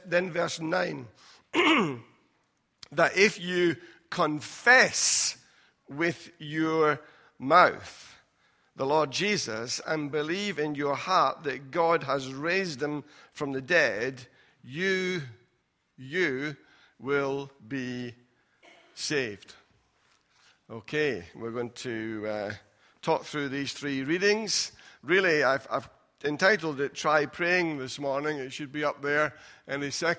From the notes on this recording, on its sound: Recorded at freedomcentre church, Preston on Sunday 1st March 2020